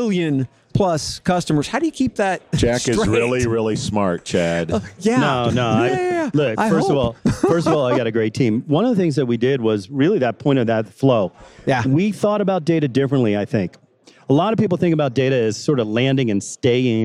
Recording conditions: live audience